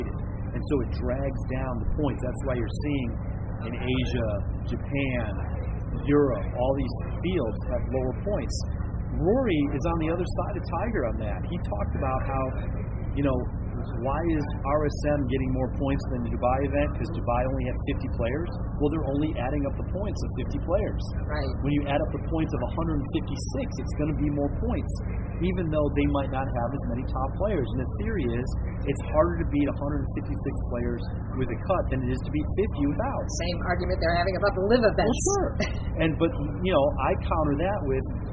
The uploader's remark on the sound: Reporting live from the Hero World Challenge at Albany Golf Club in the Bahamas